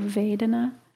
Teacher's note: the emphasis is on the first syllable, so Vedana.